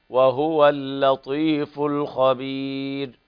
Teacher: وهو ضم الهاء ضمة كاملة